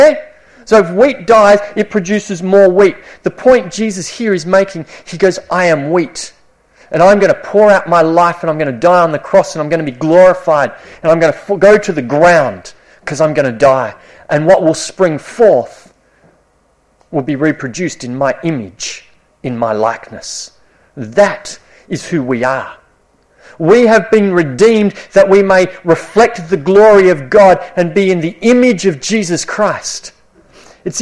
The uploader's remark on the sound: This sermon was preached at Esperance Church of Christ (April 2019)